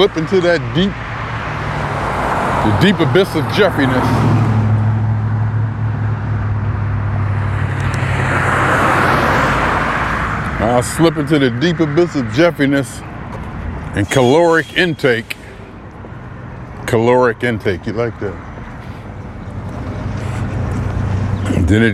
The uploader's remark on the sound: Me Walking Talking. As I Prepare Myself For The Flight.